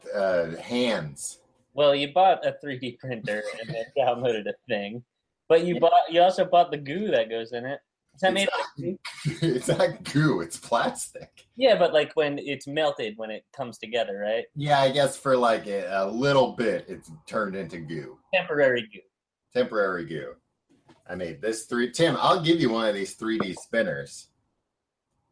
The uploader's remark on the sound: Google Hangout Audio.